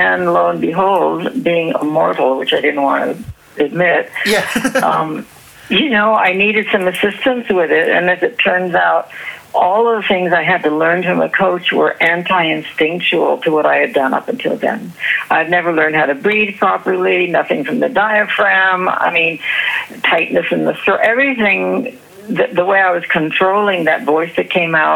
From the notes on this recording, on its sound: A phone conversation (recorded in 2015)